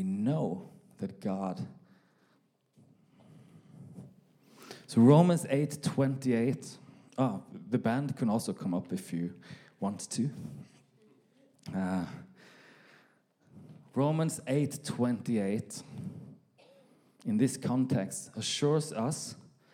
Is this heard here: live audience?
yes